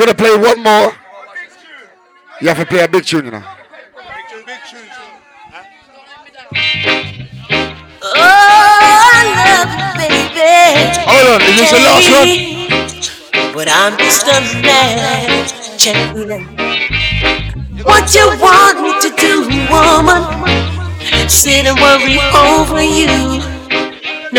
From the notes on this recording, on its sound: The 407 Chalet after party at the Caribbean Weekender Live set. High vibes and sing alongs!